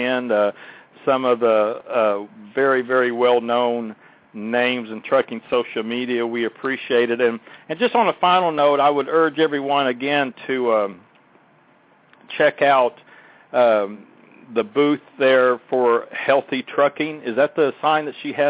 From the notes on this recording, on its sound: "LIVE" from the Great American Trucking Show. Whoever gets pulled into the show as they walk by! Takes you "inside" GATS 2014.